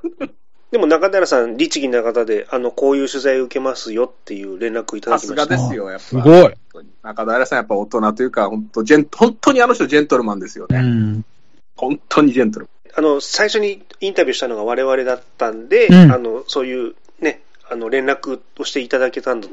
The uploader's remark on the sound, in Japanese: １２周年の記念で、思い出を語りながらリモート飲み会を収録。